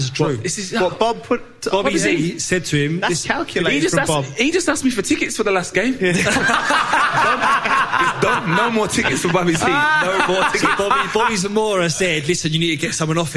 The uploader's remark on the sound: Live Show. They test their knowledge with a pub quiz, FaceTime some of their famous friends and answer questions from the audience in this end of season All To Play For extravaganza.